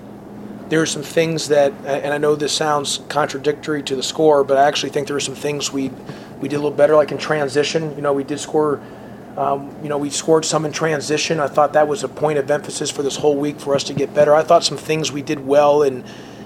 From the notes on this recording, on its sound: Postgame press conference following Virginia game.